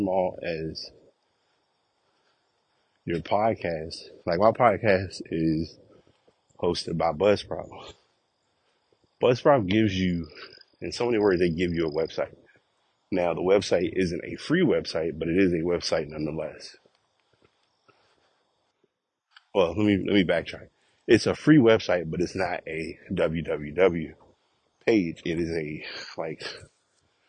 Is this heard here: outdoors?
yes